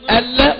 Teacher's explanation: ادغام بغير غنة او ادغام كامل بغير غنة، فادغمت النون في اللام